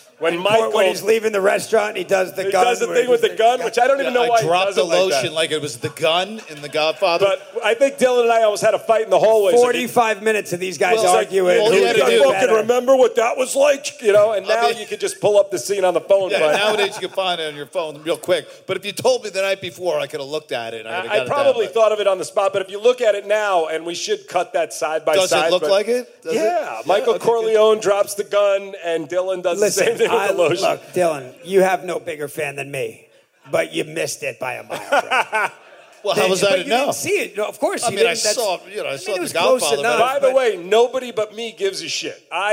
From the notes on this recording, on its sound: Live at the Brea Improv